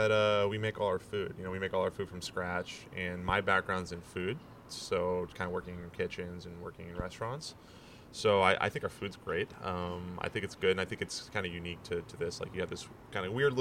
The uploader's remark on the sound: This interview took place outside. On the patio.